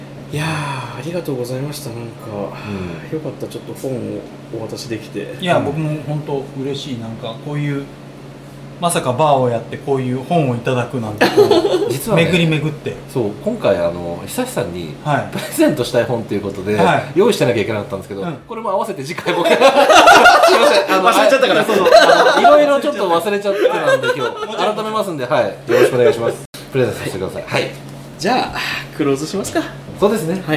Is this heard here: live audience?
yes